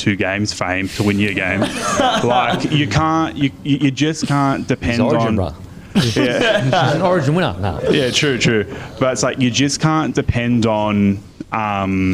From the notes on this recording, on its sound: in front of our live crowd